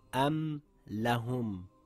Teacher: My lips came together as should when saying the meme clearly. · Term: pronounced clearly